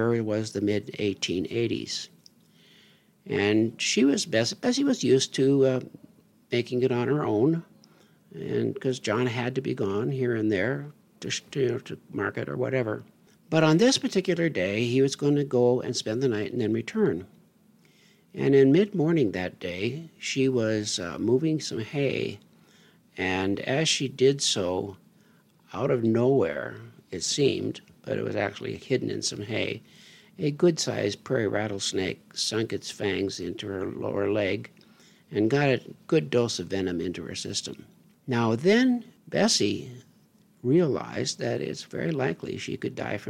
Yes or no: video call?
no